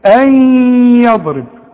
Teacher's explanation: والضاد لا تقلقل في القرآن. يبقى احنا هنسكن الضاد ده.